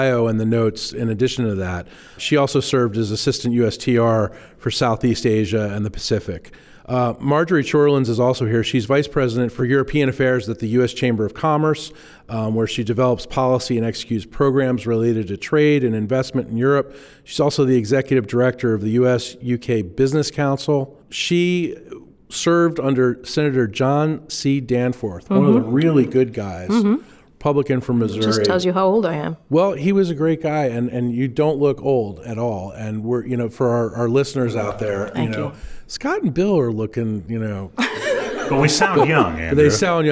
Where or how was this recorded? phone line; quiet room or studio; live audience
live audience